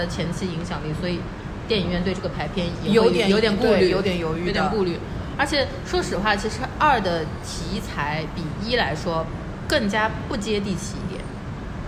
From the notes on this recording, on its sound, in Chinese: 我们在南丰城露台聊